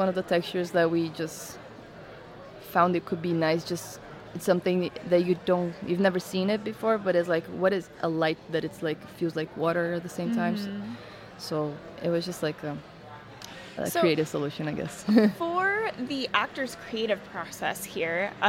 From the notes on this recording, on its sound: We are live, on-location at the TCL Chinese Theatre for AFI FEST 2023